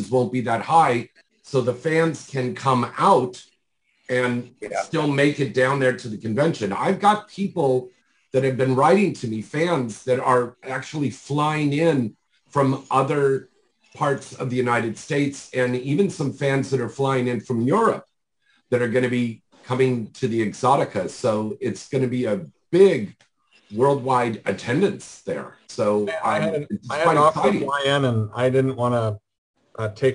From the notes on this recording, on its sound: our Zoom Show on 7/10/2022